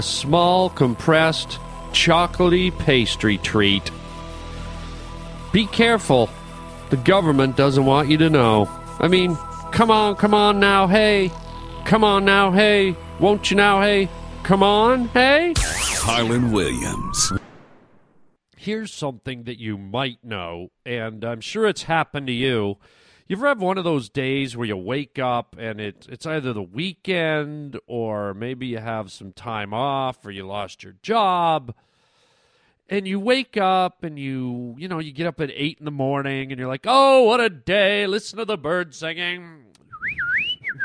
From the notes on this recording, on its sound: phone calls from listeners